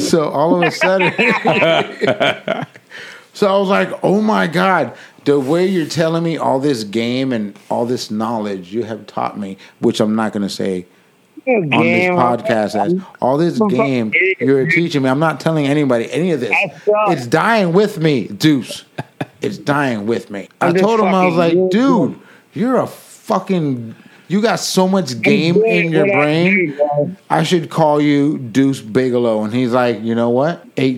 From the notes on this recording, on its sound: Doing this interview over the phone. While he is at the bar!